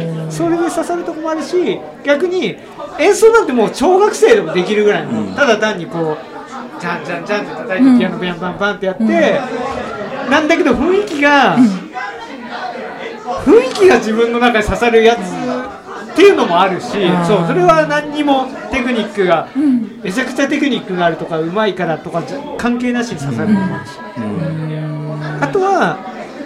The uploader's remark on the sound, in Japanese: 東中野「雑談」さんにておこなわれた名盤ラジオ初のオフ会公開収録②！各メンバー、いつも以上にたいへん酔っ払っております。お店の雰囲気、臨場感も含めてお楽しみください。お酒を飲みながらダラダラと語っていく番組です。